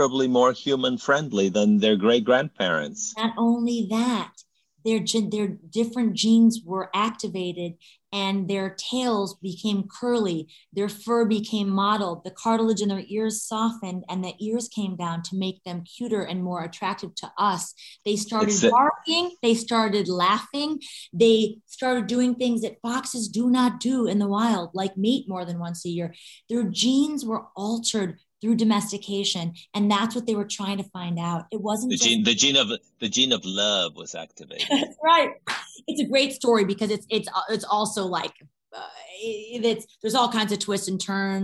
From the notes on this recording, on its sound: in a spoiler-filled virtual Q&A